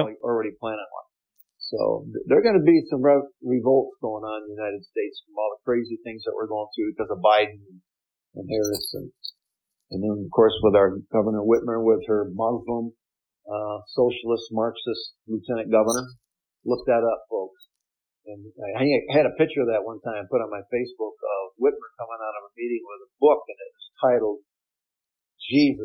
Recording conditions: poor sound quality